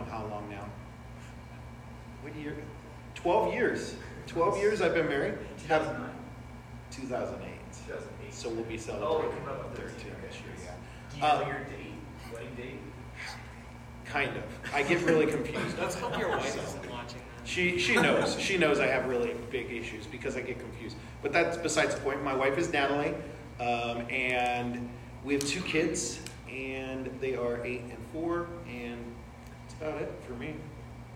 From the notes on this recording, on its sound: Our apologies for the audio quality--we know it is not excellent.